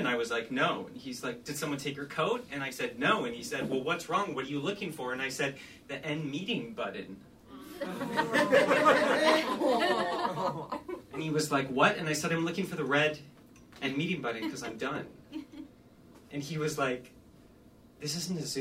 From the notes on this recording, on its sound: Live at Comedy Bar! At YMMQ's first live show!